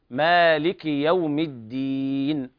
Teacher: اشبع الألف حركتين. مالك واكسر الكاف بدون مبالغة